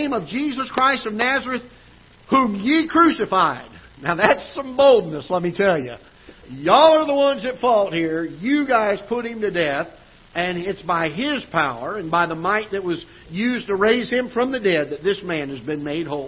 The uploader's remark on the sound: Ketha Heights Baptist Church ~ Live Broadcast